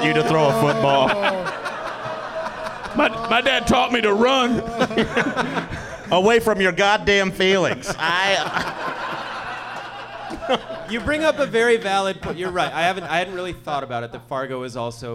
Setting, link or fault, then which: setting, live audience